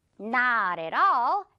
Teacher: 그리고 지금 not과 all 부분은 길어야 돼요. 길게도 좀 끌어주세요.